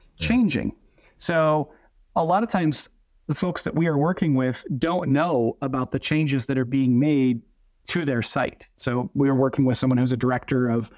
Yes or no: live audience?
no